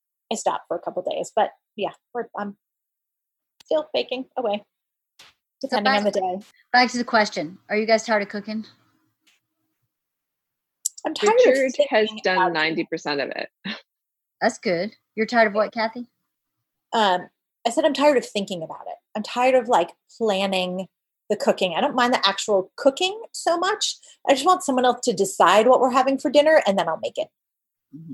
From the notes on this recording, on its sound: Today I hop on Zoom with my friends